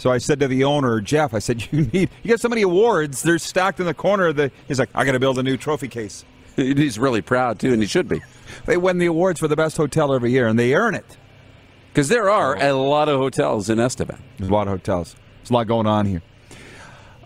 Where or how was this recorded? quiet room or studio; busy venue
busy venue